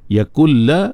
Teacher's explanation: Yakul la, walaupun dia bila gunnah tapi dia kamil, bunyi nun tu tak ada dah, terus pi kelam. Sebab itulah nun dia tak buat tanda sukun sebagai isyarat kepada idgham, atas lam diletakkan tanda syaddah sebagai isyarat kepada idgham itu kamil.